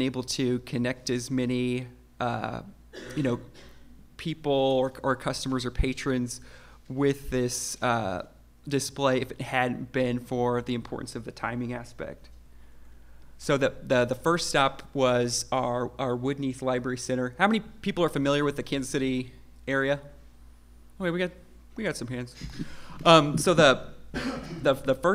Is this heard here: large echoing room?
yes